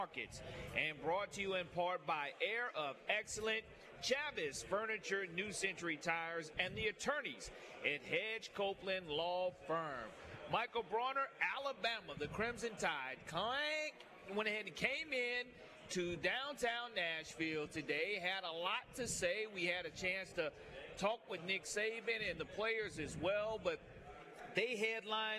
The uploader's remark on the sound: Live at SEC Media Days. The Nashville SEC Media Day Three!